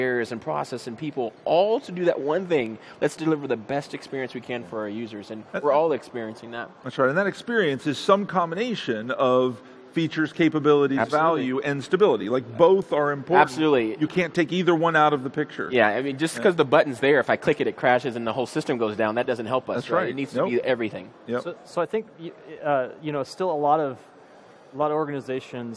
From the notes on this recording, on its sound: Live at Ignite 2015